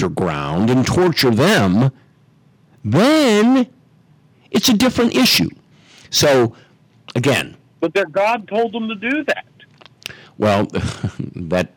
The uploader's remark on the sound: our listeners will call in and express their thoughts and opinions